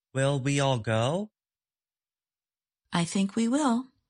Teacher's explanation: The speaker says the words go and will with more force or stress. If a word is stressed, English does not permit reduced or weak forms.